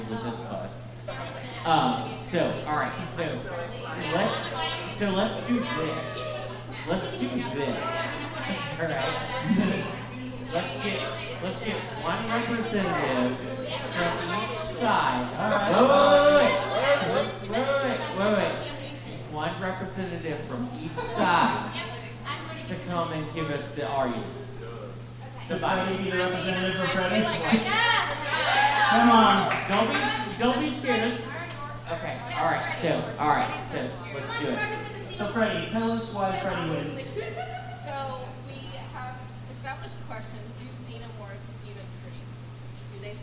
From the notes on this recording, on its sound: We had some technical difficulties during this episode...so the audio is a little rough!